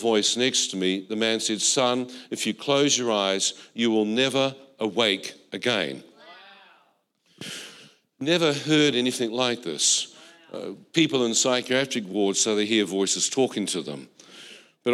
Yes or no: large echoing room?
yes